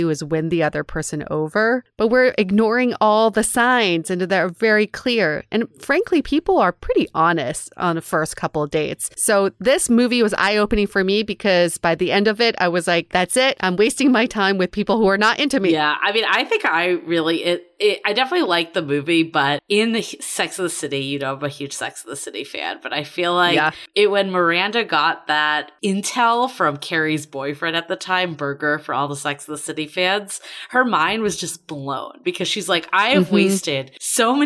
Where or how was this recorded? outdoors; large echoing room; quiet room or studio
quiet room or studio